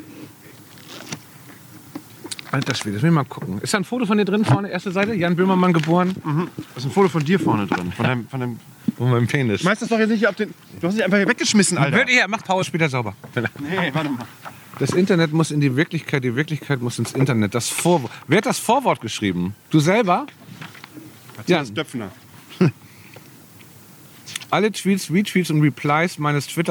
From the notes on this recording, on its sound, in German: Fest & Flauschig - die Outdoor-Edition. Melden sich quasi live vom Oberdeck des Hausboots.